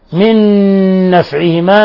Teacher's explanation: نون ساكنة مع نون متحركة، أدغمت النون الأولى في النون الثانية، هذا بيسموه إدغام متماثلين، وأيضا ينطبق عليه إدغام بغنة.